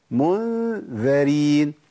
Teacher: هناك الغنة مرققة عشان الذال، الغنة تتبع ما بعدها